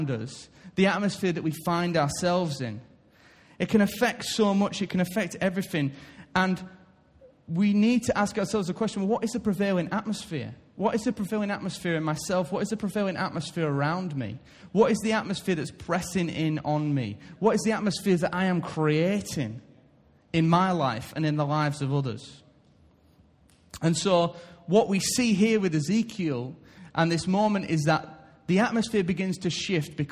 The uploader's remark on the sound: Recorded live at Life Church on Sunday 1st January 2017.